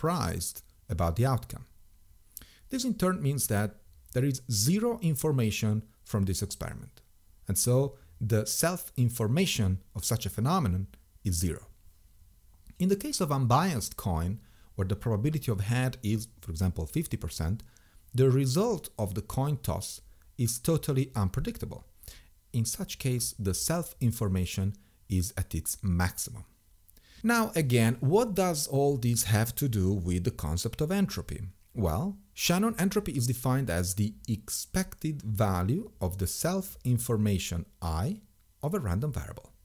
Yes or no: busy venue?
no